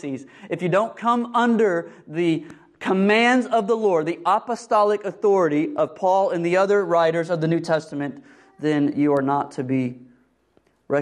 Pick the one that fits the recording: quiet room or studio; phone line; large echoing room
large echoing room